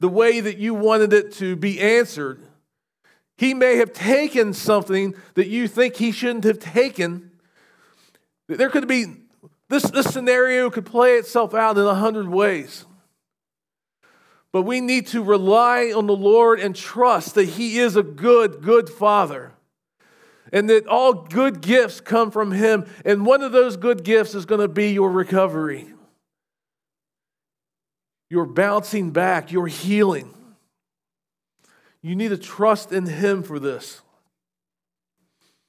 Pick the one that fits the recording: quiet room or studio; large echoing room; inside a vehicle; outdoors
large echoing room